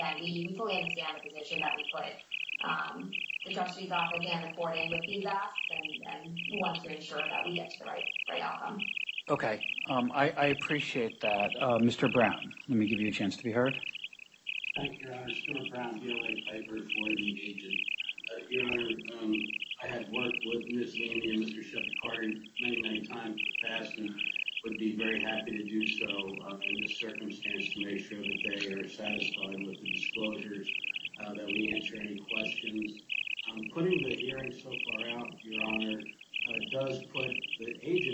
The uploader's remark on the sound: Audio of hearing held in the Yellow Corp. bankruptcy proceedings pending in Delaware. The hearing starts approximately 2 minutes and 20 seconds into the recording. Sorry about the sound... The audio recording is the official court audio and was posted this way to the court's docket.